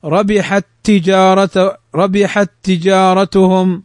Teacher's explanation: تدغم الحرفين فتدخلهما في بعضهما فينطقان كالحرف المشدد ولكن لا تغن، ولذلك قال رحمه الله بلا غنة.